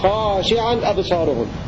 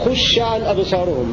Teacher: وقرأ الباقون خشعا أبصارهم بضم الخاء وتشديد الشين مفتوحة بدون ألف بينهما · Shown in: second take